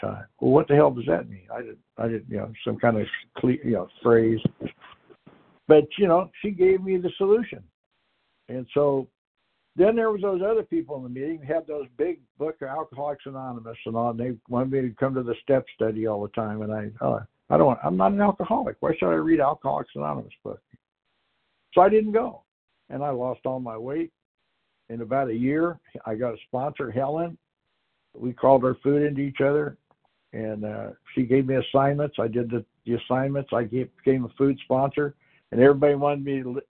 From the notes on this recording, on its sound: Qualification from the 100 Pounders Phone Meeting.